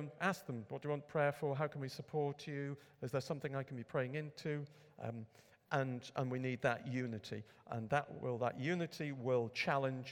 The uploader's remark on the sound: A Saturday morning workshop. Recorded at Middlesbrough Community Church.